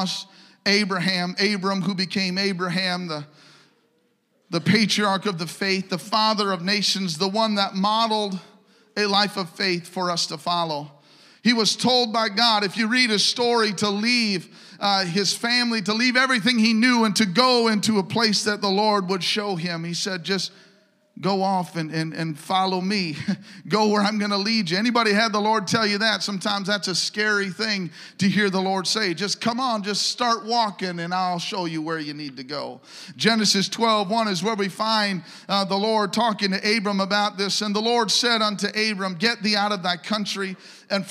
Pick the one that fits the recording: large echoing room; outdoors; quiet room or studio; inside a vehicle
large echoing room